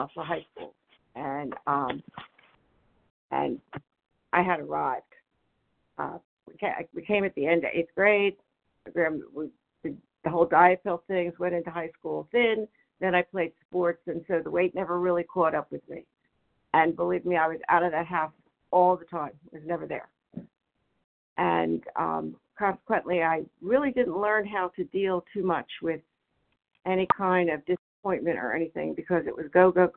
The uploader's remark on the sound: 100 Pounders Phone Meeting